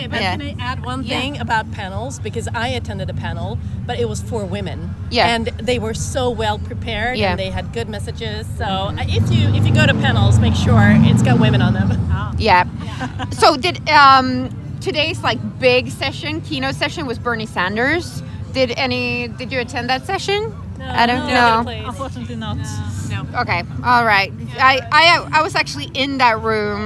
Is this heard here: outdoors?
yes